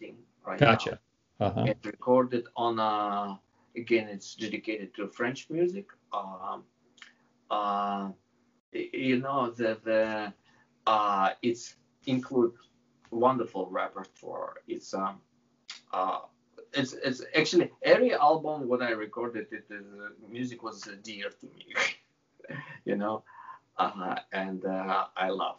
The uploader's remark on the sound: I had a nice chat via Skype